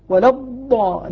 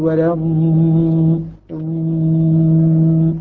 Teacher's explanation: لما أنطق الضاد لابد أن يكون معه جريان في الصوت · Shown in: second take · Term: الاستطالة